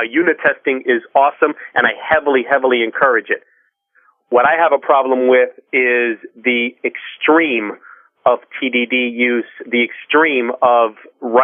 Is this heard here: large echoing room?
no